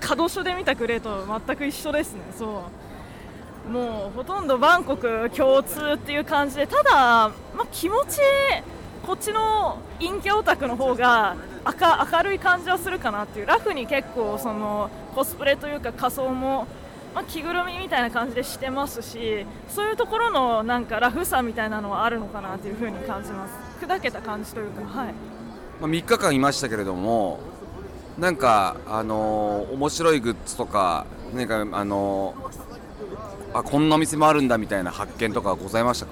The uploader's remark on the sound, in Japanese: 引き続き、ロサンゼルス現地12/1～12/3に開催された L.A.Comic Con の現場からお届け。